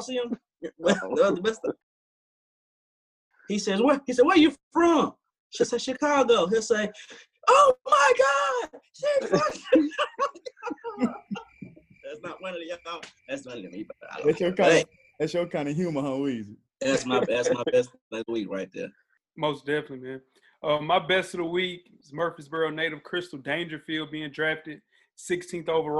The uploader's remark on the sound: our first virtual episode of the quarantine